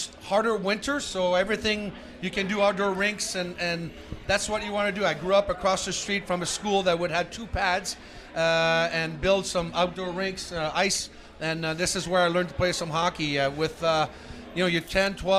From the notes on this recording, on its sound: Live taping at The Locker Room Studio in Bottomline Sports Bar.